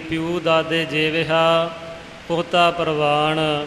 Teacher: ਪਰ ਜਦੋਂ ਉਚਾਰਨ ਕਰਨਾ ਹੈ ਤਾਂ ਪਾਠ ਪਿਊ ਬਣ ਜਾਵੇਗਾ, ਯਜੇ ਦੀ ਥਾਂ 'ਤੇ ਊੜੇ ਦੀ ਆਵਾਜ਼ ਨਿਕਲੇਗੀ